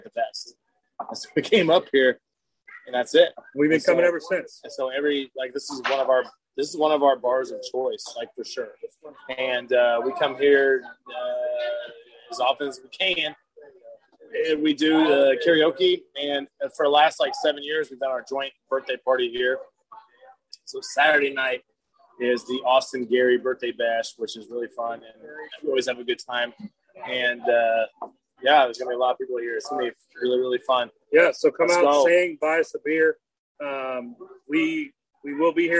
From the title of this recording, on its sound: Live from The Red Balloon